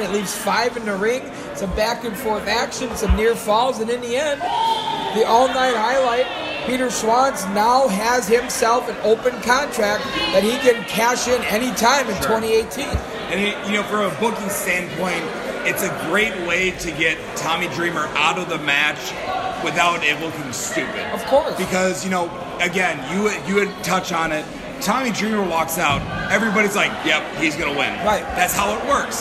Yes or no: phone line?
no